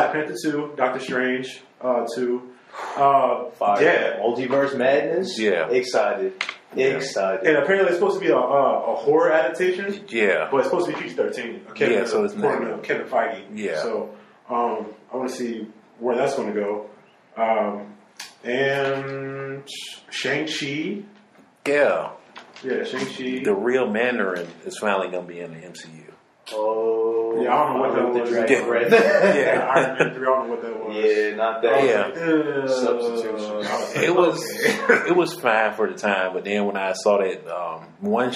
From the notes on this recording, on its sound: Excuse the echo in the audio